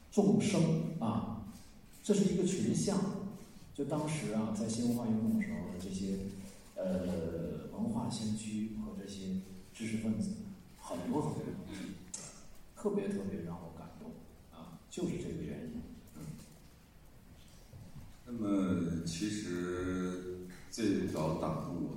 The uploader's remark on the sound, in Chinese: 主创团队做客北京大学。在百周年纪念讲堂李莹厅与北大师生展开了深入的交流。北京大学广播台记者来到现场，跟踪报道了这一场重大而珍贵的活动。